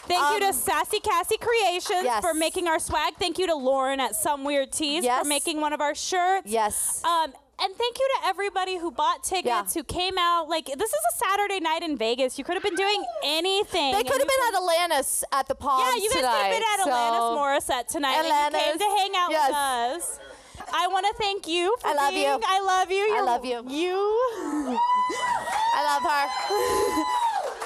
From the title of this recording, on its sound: KEEPING IT CASUAL PODCAST LIVE AND SOLD OUT IN LAS VEGAS